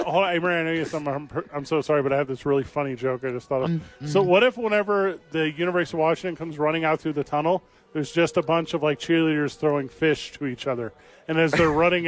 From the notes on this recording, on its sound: live at Howies watching the National Championship